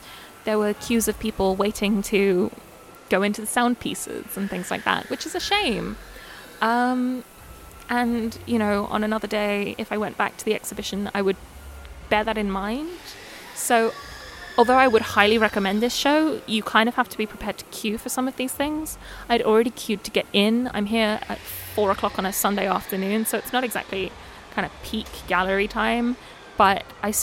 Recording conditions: background noise